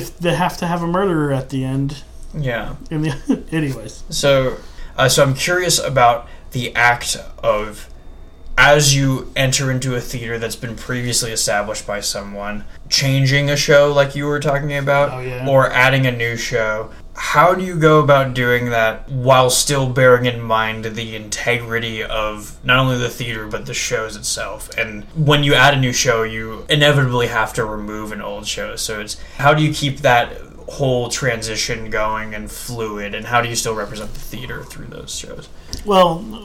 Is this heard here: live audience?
no